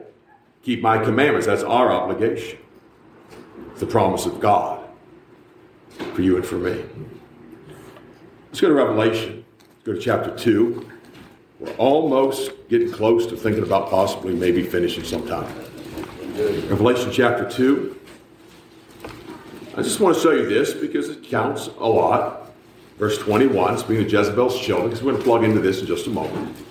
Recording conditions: large echoing room